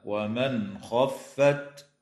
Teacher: النون الساكنة في قوله تعالى: ومن خفت، حكمها الإظهار الحلقي عند الخاء